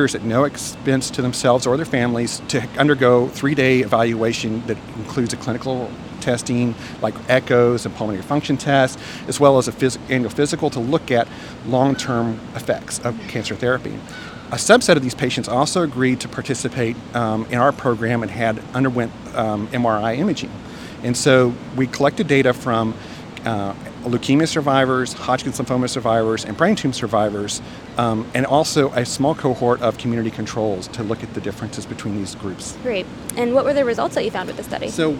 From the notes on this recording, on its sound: Listen to this live podcast from the 2023 American Society of Clinical Oncology (ASCO) Annual Meeting.